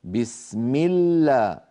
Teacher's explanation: اللام الأولى من اللام المشددة زمنها أقصر من السين